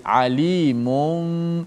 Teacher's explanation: mulut sekadar sentuh itu ha, kerana dia berjumpa dengan huruf ba tukarkan nun tanwin tu kepada huruf mim dan panjangkan gunnah